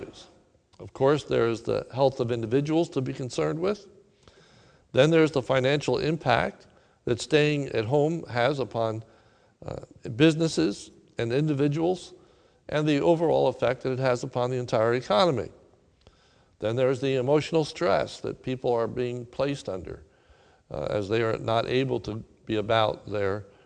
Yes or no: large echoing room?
yes